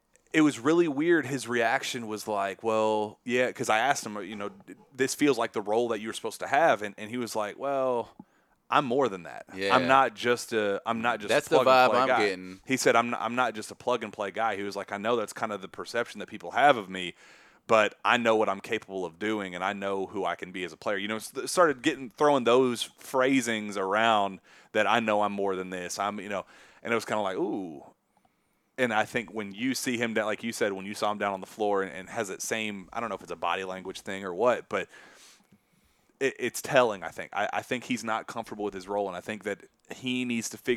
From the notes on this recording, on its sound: Live from New York, it's the Champions Classic at Madison Square Garden